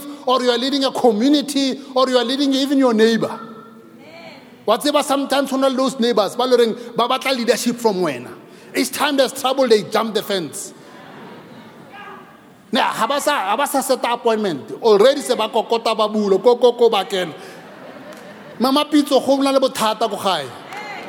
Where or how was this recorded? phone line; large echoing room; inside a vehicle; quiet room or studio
large echoing room